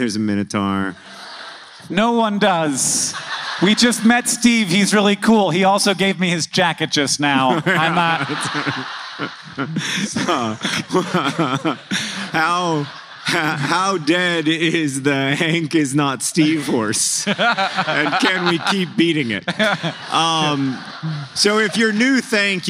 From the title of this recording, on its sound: Live in Atlanta, GA!